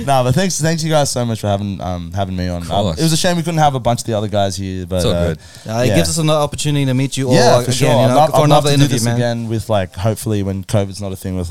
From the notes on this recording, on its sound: Live at the Lord Gladstone Hotel